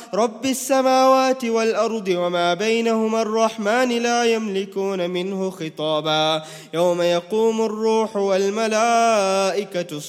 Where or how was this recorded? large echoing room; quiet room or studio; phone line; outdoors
large echoing room